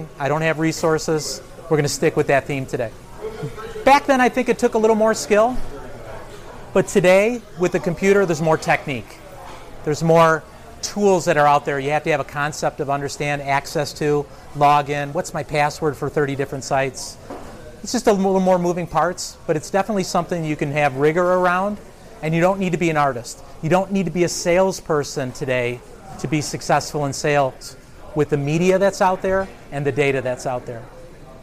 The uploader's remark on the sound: This recording was made a few years back during a local event series I produced in the Chicagoland area.